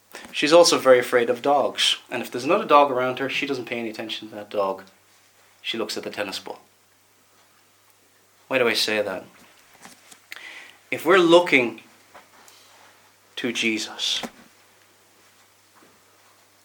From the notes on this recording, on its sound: Preached at Ballymoney Reformed Presbyterian Church